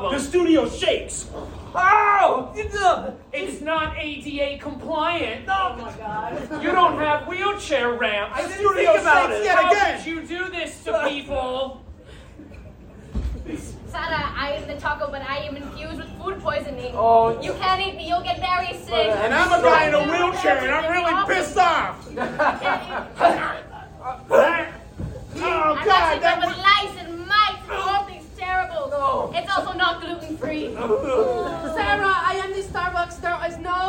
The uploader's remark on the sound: My first live improv show since Covid, WITH FRIENDS!